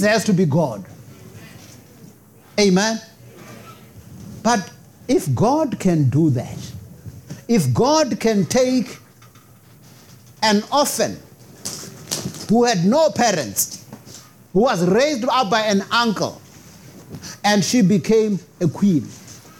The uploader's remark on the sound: Preached at Jesus the Saviour Church, 185 Bobs Way, Eersterivier, Cape Town on 14 May 2023.